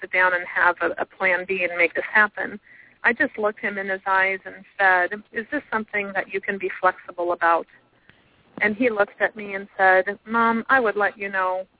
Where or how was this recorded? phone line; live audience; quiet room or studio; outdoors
phone line